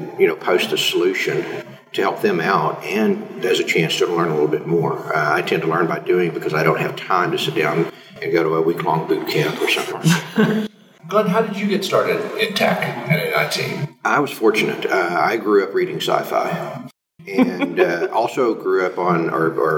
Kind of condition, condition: fault, echo